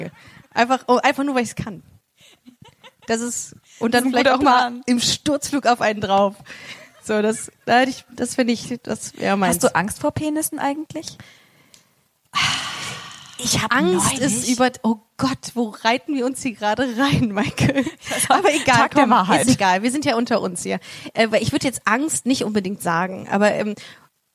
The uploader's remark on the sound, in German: Busenfreundin LIVE aus Essen